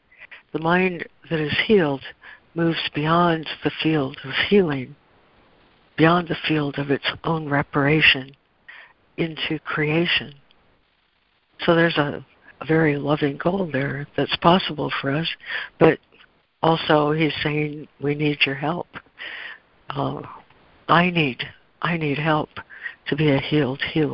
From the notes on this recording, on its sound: ACIM Daily Conference Call.